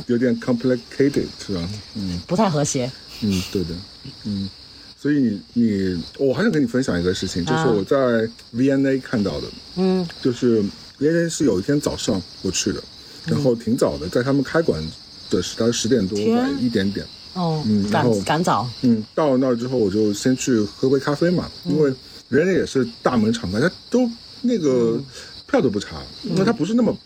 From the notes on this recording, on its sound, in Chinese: 本期为室外录音